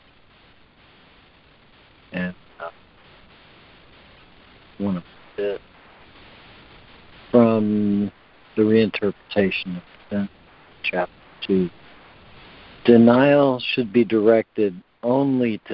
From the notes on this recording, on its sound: ACIM Daily Conference Call